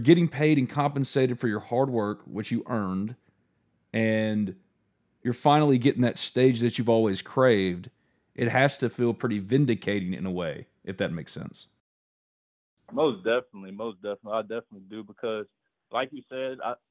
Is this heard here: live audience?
no